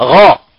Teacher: التفخيم يتم في مخرج الحرف غ، ليس من شفتين بل في أدنى الحلق